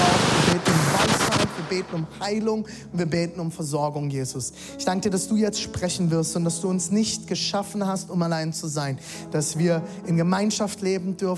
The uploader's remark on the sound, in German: Zeal Church Leipzig. Audiomitschnitt der Predigt.